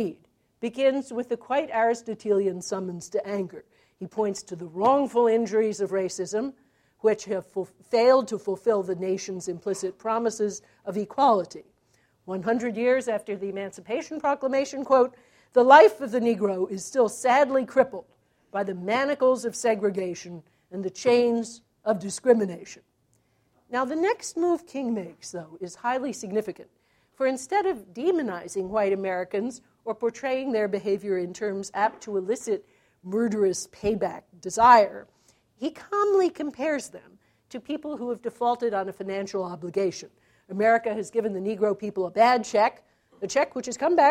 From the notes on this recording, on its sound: This talk was recorded January 14, 2014 as part of the Chicago's Best Ideas lecture series.